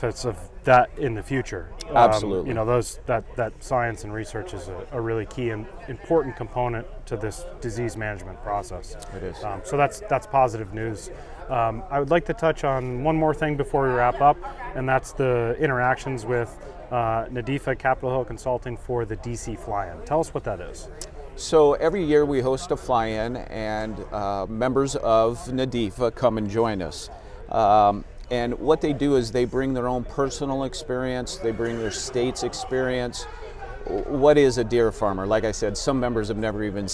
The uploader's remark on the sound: live at The 40th Annual NADEFA Conference